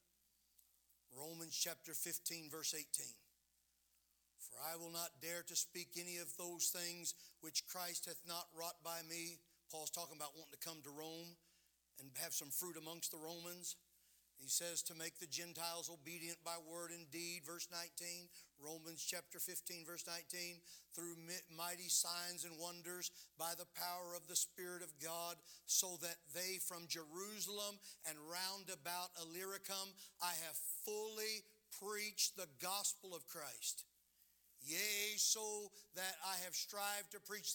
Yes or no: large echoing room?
yes